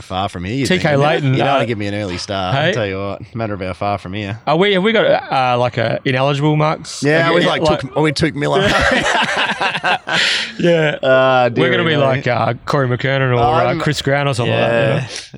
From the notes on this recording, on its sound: Recording from "Butchy's Big Deck" up at The Mundaring Hotel